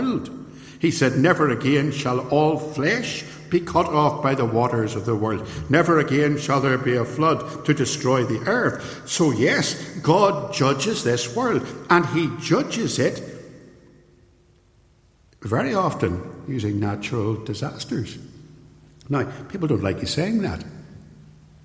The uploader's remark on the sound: This sermon was recorded at Templepatrick Reformed Church